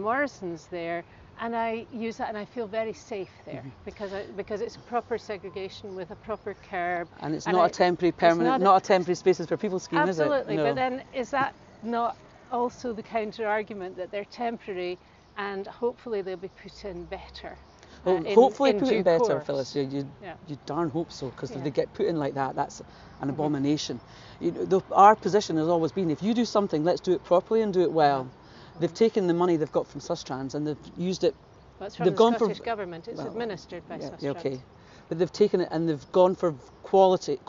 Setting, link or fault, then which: setting, outdoors